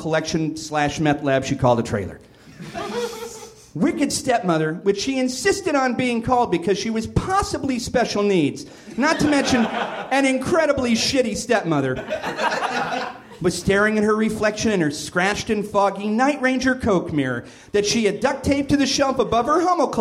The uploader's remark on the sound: Recorded August 20, 2013 at the nerdmelt theater in LA.